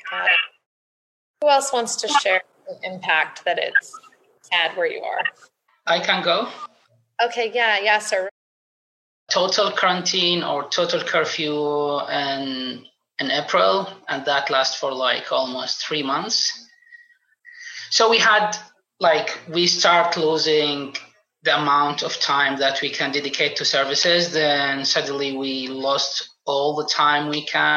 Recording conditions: video call